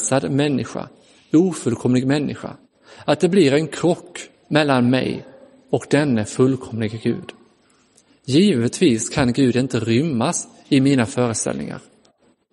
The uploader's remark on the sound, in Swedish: Inspelad i Roseniuskyrkan den 14 augusti 2022.